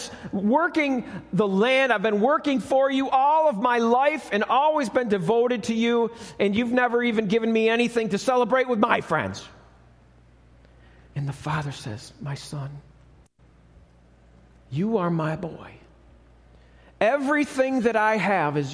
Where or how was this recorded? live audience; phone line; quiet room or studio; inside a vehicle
live audience